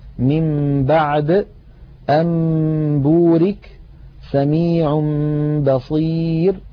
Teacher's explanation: إذن إن أتى بعد النون الساكنة أو التنوين باء نقلب النون أو التنوين إلى ميم، ثم نخفي تلك الميم عند الباء بتطويل غنتها ويرتفع وتنطبق الشفتان على الميم وعلى الباء انطباقة واحدة. · Term: القلب